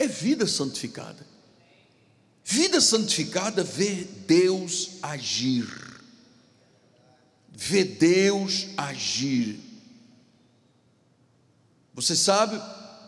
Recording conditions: large echoing room